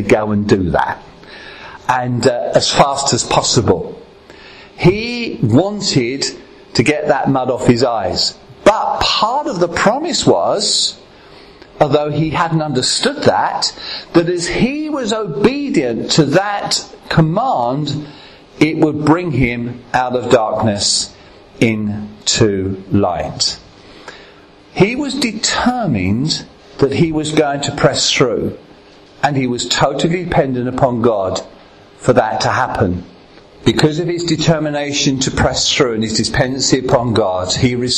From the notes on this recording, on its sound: at Ashingdon Elim Pentecostal Church